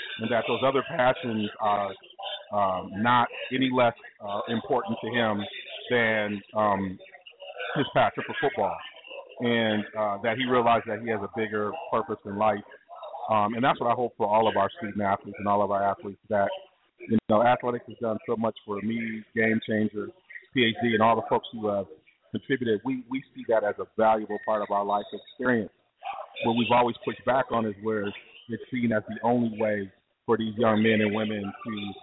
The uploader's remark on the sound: Live from RBI in Rockford!